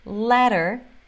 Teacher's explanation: tem esse som de R, porque vem entre dois vogais